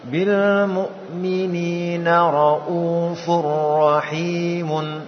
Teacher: ketika mu bibirnya maju ke depan ketika dhom, ketika hamzah posisi sudah kembali pada semula